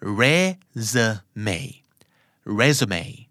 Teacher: เน้นพยางค์แรกพยางค์ที่สองเป็นชวา